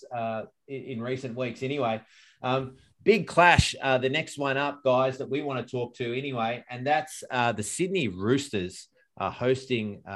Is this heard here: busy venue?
no